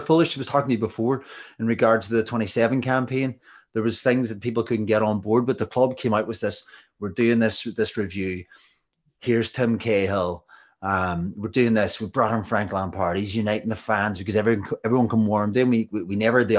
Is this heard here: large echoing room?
no